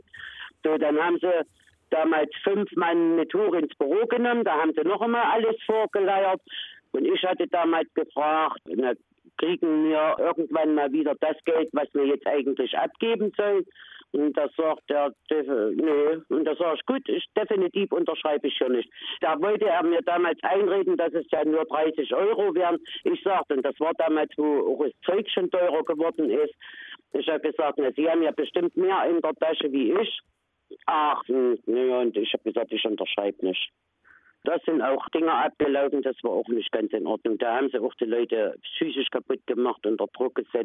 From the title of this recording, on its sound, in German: Porträt per Telefon